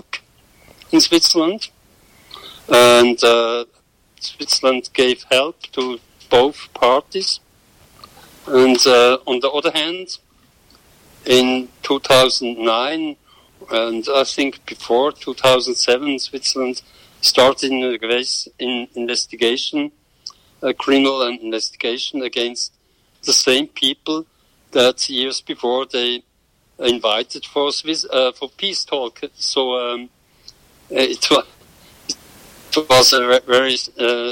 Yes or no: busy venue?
no